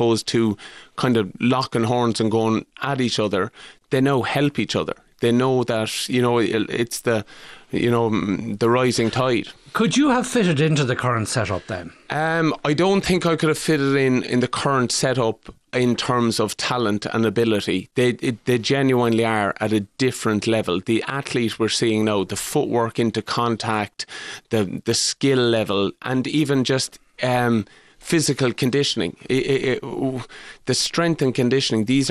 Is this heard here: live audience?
no